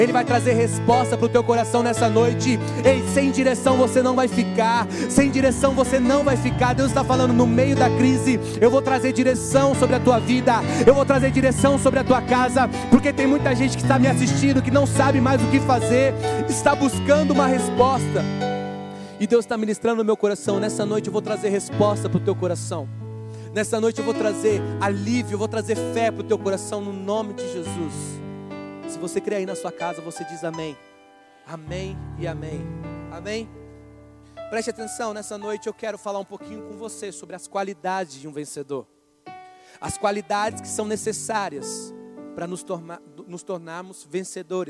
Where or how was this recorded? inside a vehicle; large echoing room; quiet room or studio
large echoing room